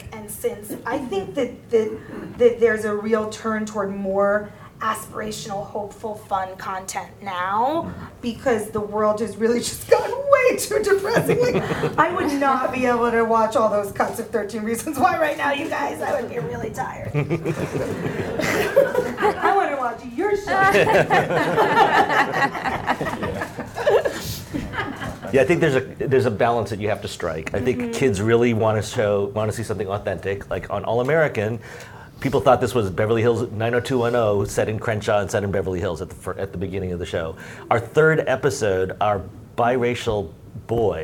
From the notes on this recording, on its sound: This episode is adapted from the Storytelling for Gen Z and Gen Alpha panel at the Authentic and Inclusive Representation Summit that took place in October 2021.